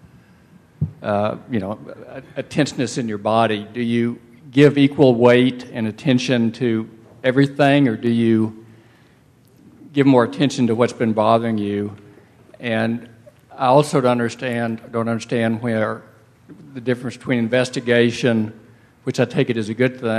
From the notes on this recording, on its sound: (Insight Meditation Community of Washington DC). Responds to questions from the sangha.